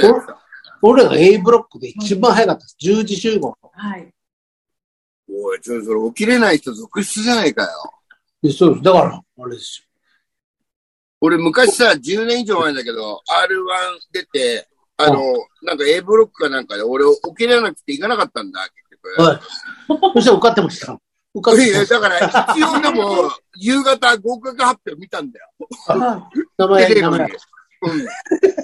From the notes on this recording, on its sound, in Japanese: ZOOMで収録